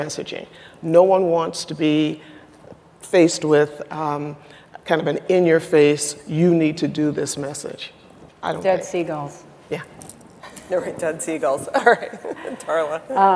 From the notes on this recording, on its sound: The best of live interviews from GreenBiz events.